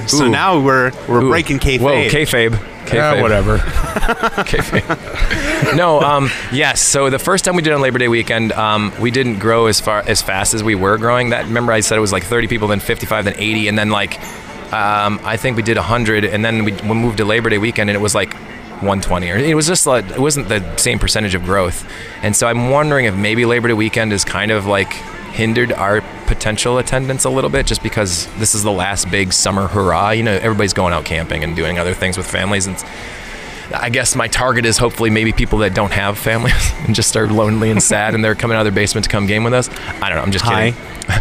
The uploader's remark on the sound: Live from LincCon 2018. The guys returned to Merrill, WI for the annual LincCon event, and this time they brought the microphones!